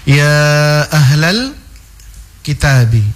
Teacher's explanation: Ya, ini ada wajib mad di sini. Berarti dia 4 sampai 5 harokat ya.